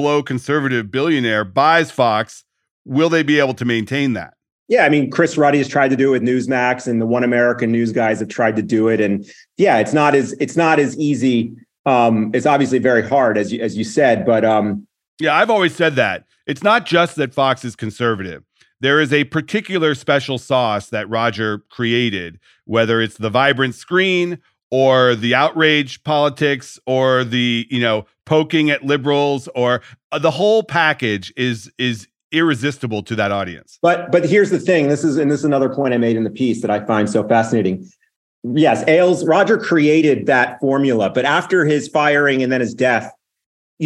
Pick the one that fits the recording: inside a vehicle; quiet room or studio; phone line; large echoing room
quiet room or studio